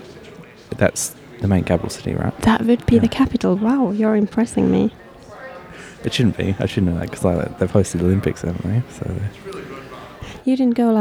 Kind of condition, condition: setting, busy venue